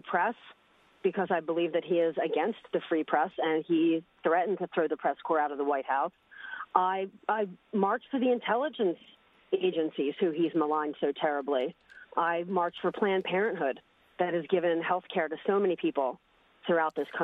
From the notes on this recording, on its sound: we invite listeners from all over to call in and talk